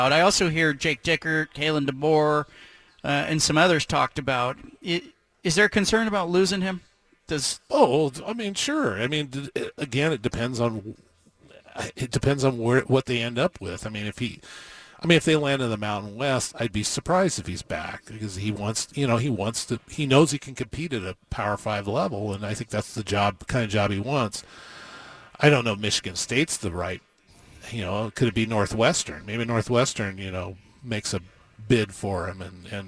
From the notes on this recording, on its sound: broadcasts live from Reser Stadium